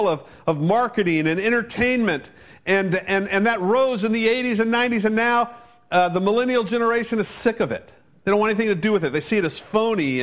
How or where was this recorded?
large echoing room